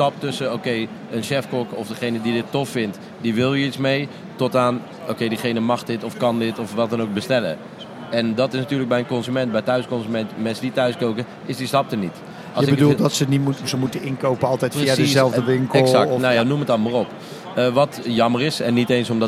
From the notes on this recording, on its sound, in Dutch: Vandaag live vanaf de Horecava